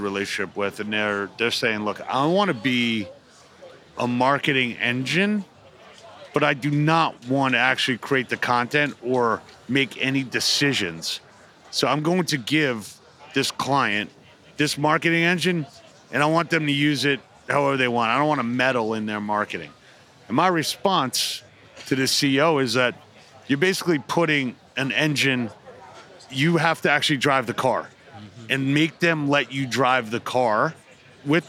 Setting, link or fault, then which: setting, busy venue